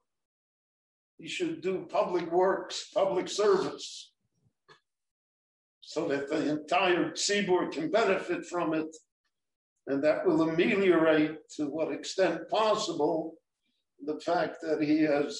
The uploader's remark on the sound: This short Dvar torah was recorded LIVE in Jerusalem at Beit Knesset HaNassi on March 9, 2021.